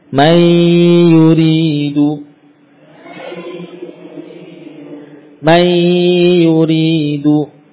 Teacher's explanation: jadi ada suara di hidung, ada suara di lidah, ada suara di hidung. · Term: idgham bi gunnah